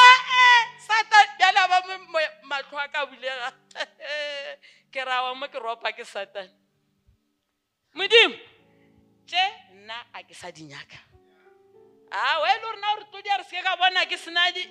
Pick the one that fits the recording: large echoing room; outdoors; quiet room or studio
large echoing room